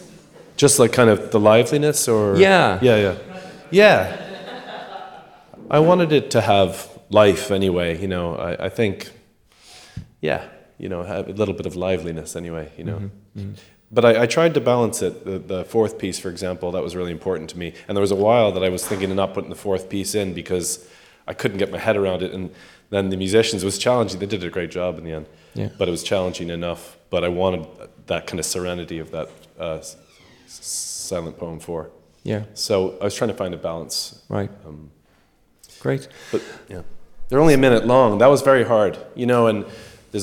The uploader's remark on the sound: Amplify live at New Music Dublin. The second of two live recordings for New Music Dublin 2022. Live performance of his multisensory piece.